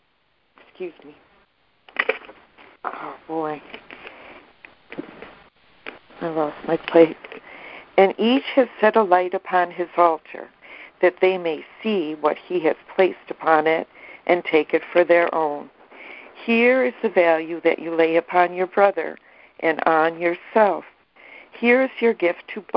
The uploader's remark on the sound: ACIM Daily Conference Call